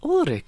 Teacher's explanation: she just had the perfect little German back of the tongue rolled R